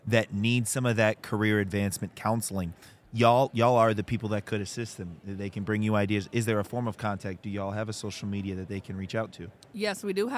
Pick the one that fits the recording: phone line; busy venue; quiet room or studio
busy venue